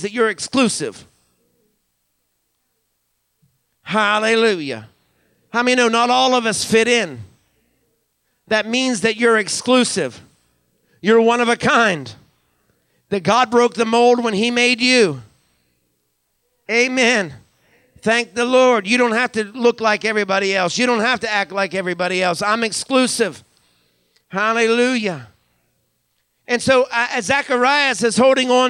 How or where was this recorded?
live audience